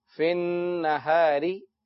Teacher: نون مشدد ہونے کی وجہ سے غنہ کیجئے